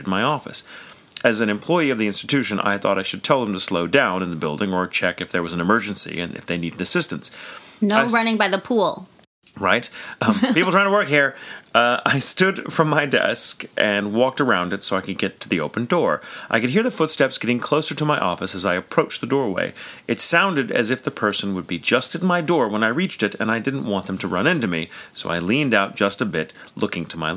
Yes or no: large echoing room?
no